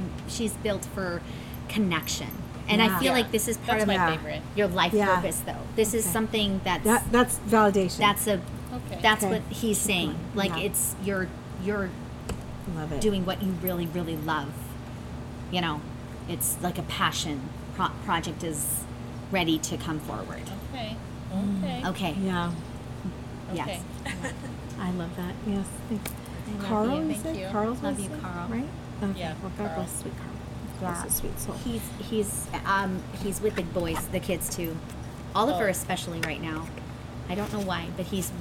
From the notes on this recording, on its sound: Podcast LIVE from Long Cellars Winery in Woodinville, WA! They are joined by their listeners who drove from all over to come join them this OPEN HOUSE Event of Fun and Spirits!